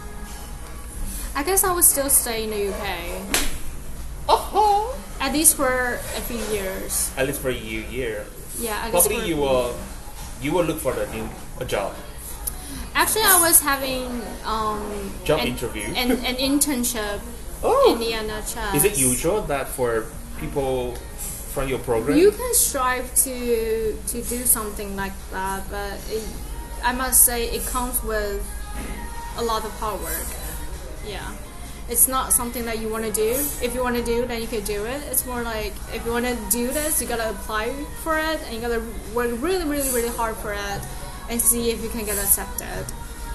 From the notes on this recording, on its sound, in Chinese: 這是一集極具挑戰性的一場錄音。它發生在早上九點的早午餐，它更發生在人聲鼎沸的餐廳之內；又再一次，我為錄音品質感到抱歉。錄音編輯後製：完全沒有。